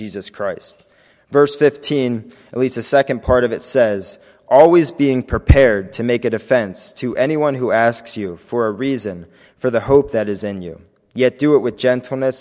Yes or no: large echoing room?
yes